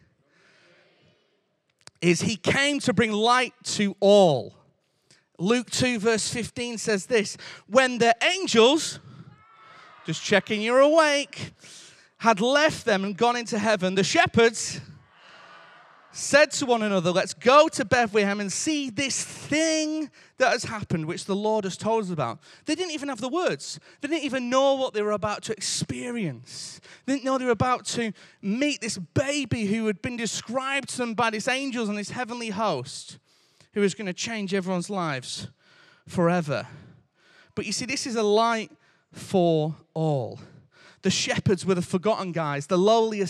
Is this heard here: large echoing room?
yes